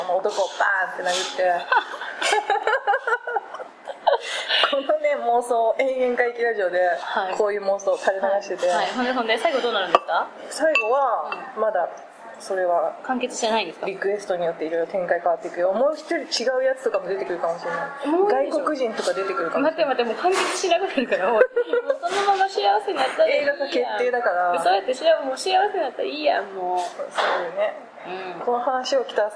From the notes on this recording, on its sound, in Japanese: 長崎、熊本旅行ラスト 空港編。未公開の理由は、「多方面にわたって酷い」主に音質やらなにやら。